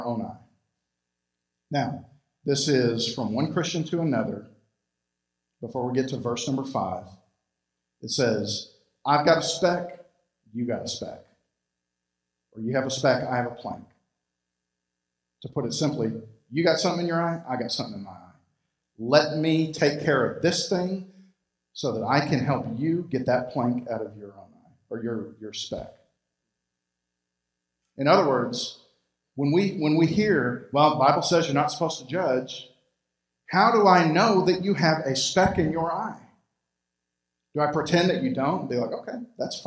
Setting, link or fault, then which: setting, large echoing room